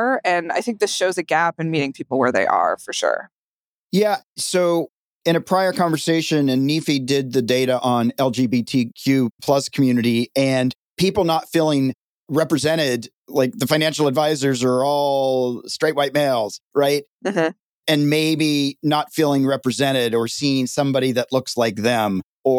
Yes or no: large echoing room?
no